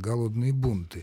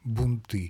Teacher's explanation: Я бы предпочел не переносить ударение на окончание «голодные бунты» · Shown in: first take